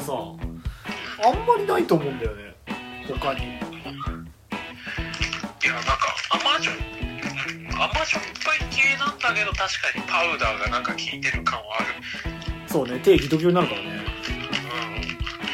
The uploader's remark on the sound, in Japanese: 録音機材：iPhone7。